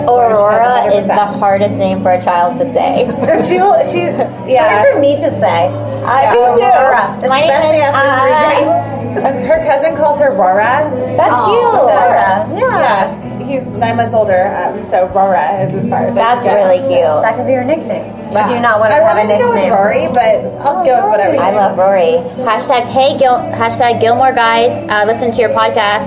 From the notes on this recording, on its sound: Recorded live at the Buzz Advocacy Summit.